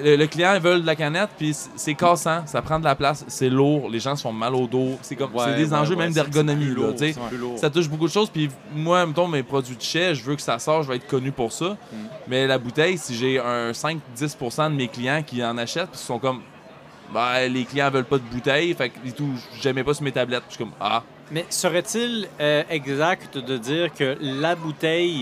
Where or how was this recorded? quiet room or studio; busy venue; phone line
busy venue